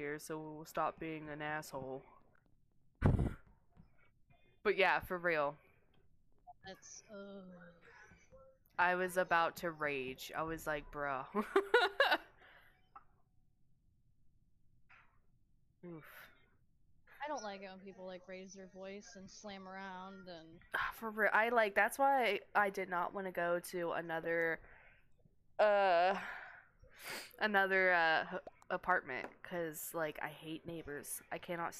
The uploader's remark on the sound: Not the best audio since we are at the hotel still